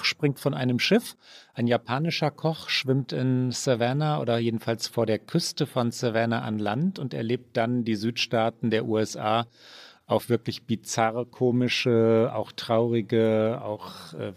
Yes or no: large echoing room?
no